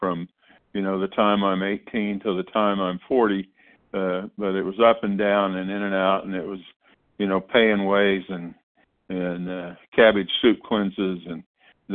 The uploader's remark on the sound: 100 Pounders Phone Meeting